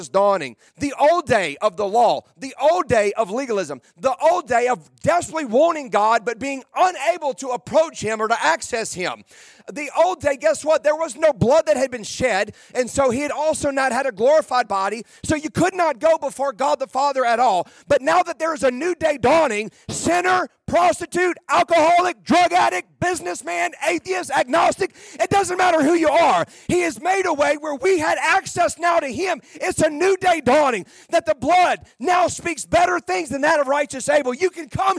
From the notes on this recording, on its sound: Today I preached a message at our church.